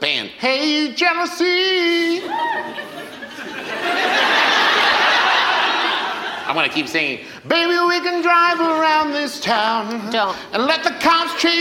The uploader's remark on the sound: Gin (LIVE at London Podcast Festival). LIVE recording from the London Podcast Festival.